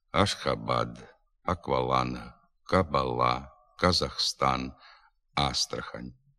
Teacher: Ніколи не скорочується і не приглушується у ненаголошеній позиції. · Term: Звук А